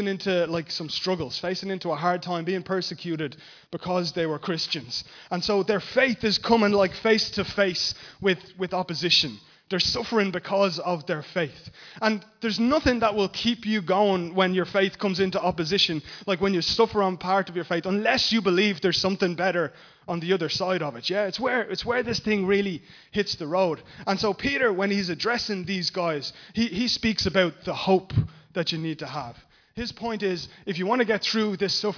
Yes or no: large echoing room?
yes